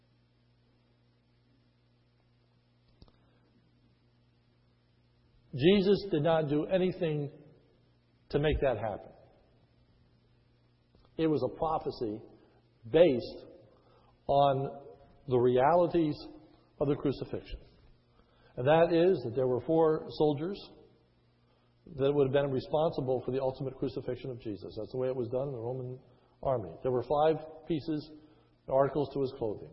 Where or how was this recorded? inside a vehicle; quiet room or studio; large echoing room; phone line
large echoing room